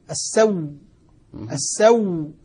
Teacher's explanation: نطق بها مشددة فيها نبر وفيها قوة · أما الوجه الثاني فهو إبدال الهمزة واو وإدغام الواو فيها فصارت واو مشددة